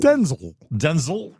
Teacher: You're supposed to emphasize the den and then say zl. Denzel. Like pretzel.